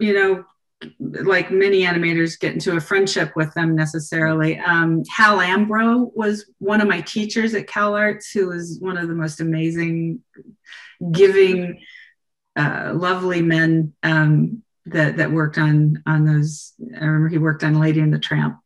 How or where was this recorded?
video call